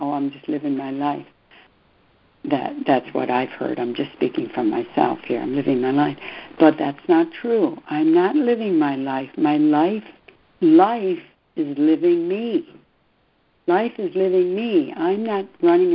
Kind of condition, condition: link, phone line